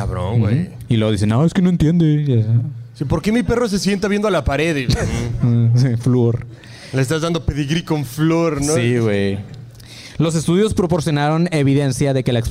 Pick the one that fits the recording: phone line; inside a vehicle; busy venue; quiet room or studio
busy venue